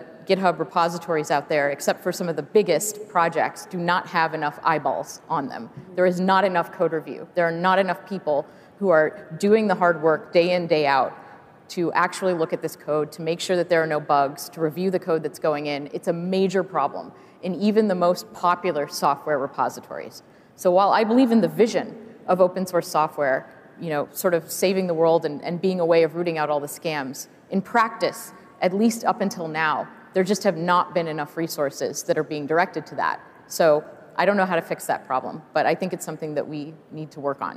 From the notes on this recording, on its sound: A Consensus 2023 panel